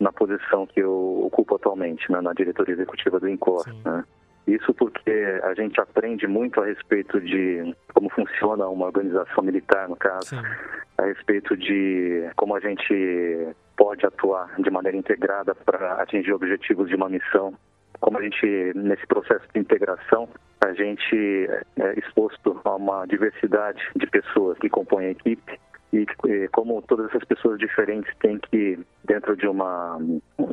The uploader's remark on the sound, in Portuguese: entrevistamos, por telefone